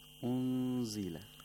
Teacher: we have to approximate the place of articulation of zai. The letter zai here. And at the same time, we have to make a nasal sound for two vowel counts. · Term: ikhfa of nun sakina